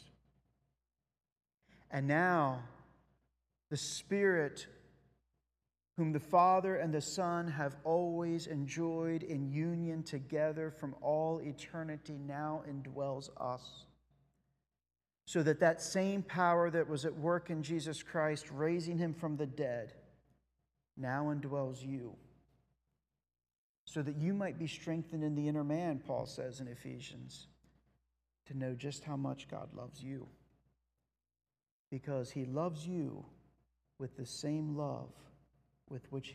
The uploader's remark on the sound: Sunday Worship Service - Live stream.